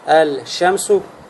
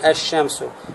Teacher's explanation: происходит вхождение буквы лям в последующую букву в шин · Shown in: second take · которая является «шамсия».